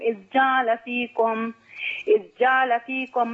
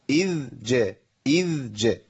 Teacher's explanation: بس خد بالك من إيه إذ جعل كده، أضغمنا الذال في الإيه في الجيم، محتاجين إحنا نفصل بين الذال والجيم · Shown in: second take